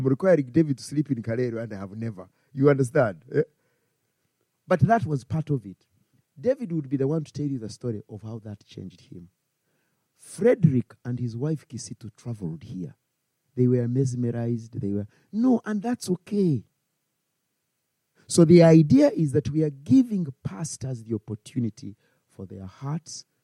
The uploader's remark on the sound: Christ Church Winchester.